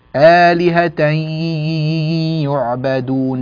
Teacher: لاحظ الأنف يعمل مع الياء لكنه لا يعمل مع بقية الحروف